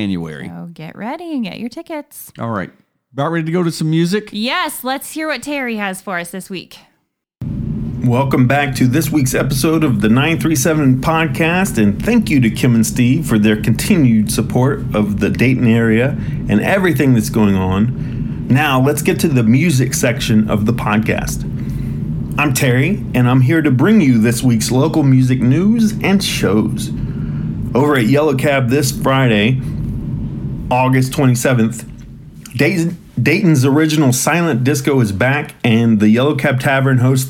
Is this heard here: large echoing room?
no